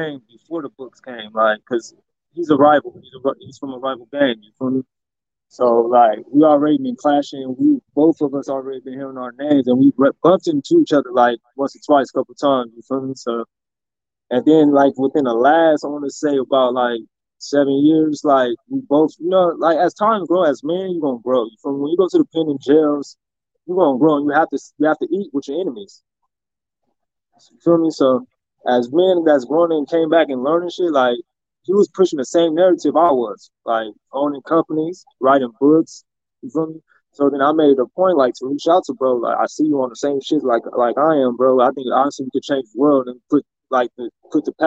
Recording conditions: video call